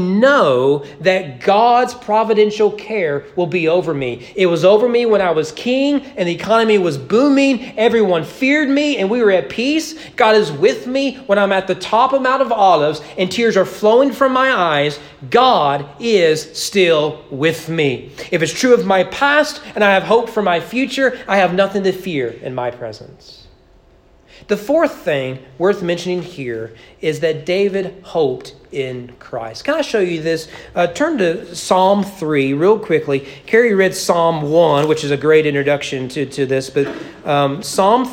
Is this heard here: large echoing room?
yes